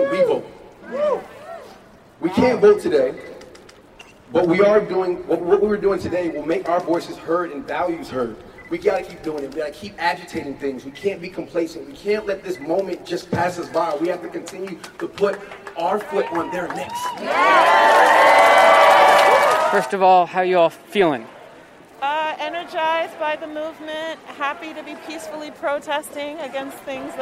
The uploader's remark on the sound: Hear sounds from the protests over last weekend.